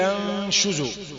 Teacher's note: النون الساكنة بعدها شين إخفاء حقيقي